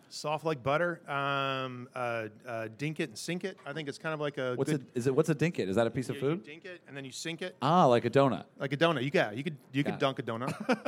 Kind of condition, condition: setting, busy venue